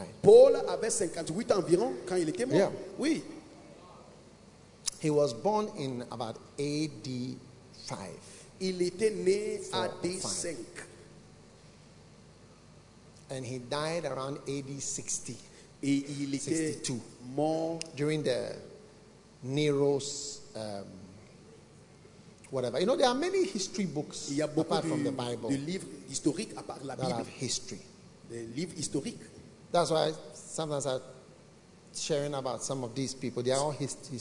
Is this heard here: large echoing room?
yes